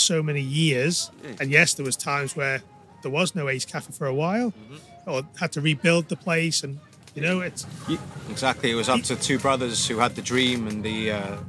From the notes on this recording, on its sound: Recorded live in the paddock